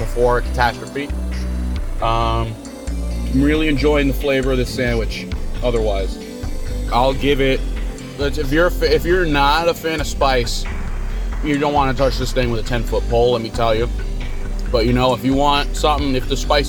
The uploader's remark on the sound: live from the Wendy's drive-through